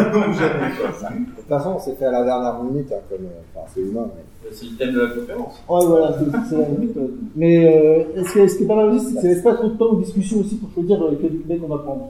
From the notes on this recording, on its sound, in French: Un épisode en direct du Snowcamp 2016 à Grenoble.